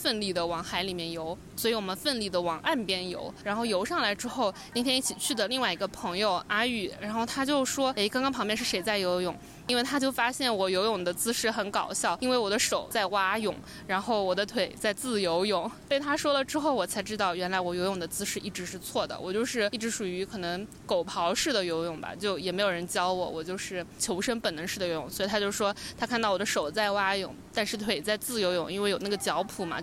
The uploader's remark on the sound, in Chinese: 海南的大海。封面是昨天录音时面对的海。